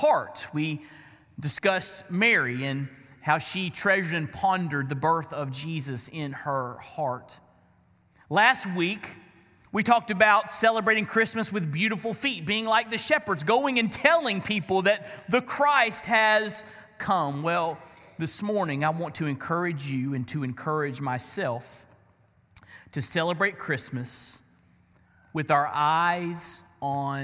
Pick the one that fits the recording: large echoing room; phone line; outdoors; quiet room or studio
large echoing room